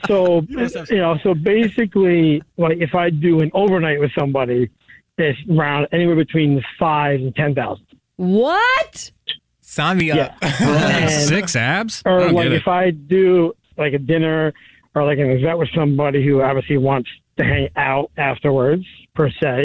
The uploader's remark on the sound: Give the caller an anonymous nickname so no one knows who they are. The guy on the phone.